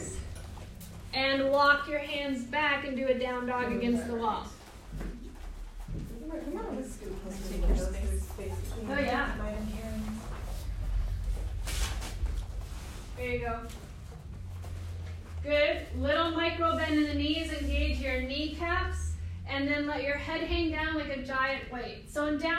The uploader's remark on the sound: This is a live recording from a workshop